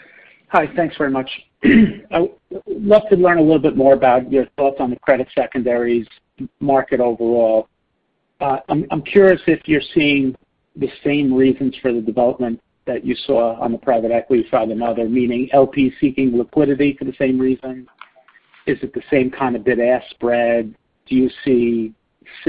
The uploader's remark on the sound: Apollo Global Management, Inc. Earnings Conference Call.